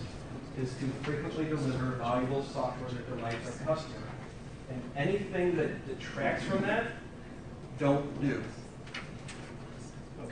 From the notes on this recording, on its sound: Presented at the Path to Agility Conference 2017. This weeks episode is a recording of the Advanced Scrum session. Presented at the Path to Agility Conference 2017.